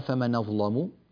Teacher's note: فمن أظلم، نغلظ اللام ونتنبه لها